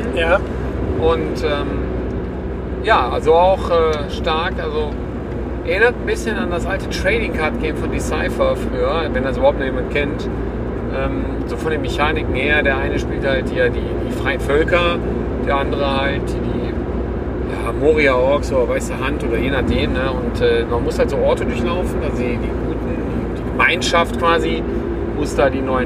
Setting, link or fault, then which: setting, inside a vehicle